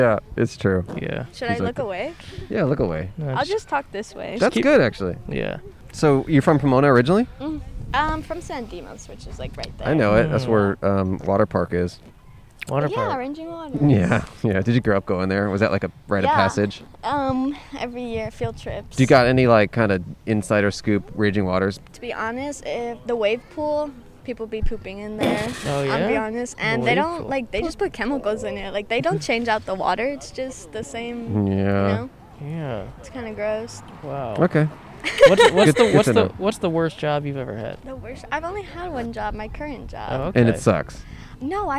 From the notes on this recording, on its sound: We set up outside a craft fair in a town built for horses and their equine-obsessed owners! In Norco, California, AKA "Horsetown, USA."